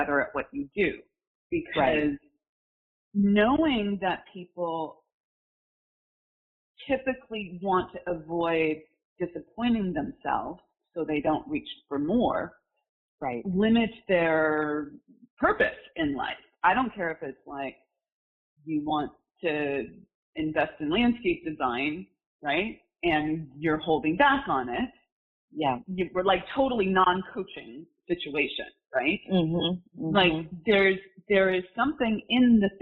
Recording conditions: poor sound quality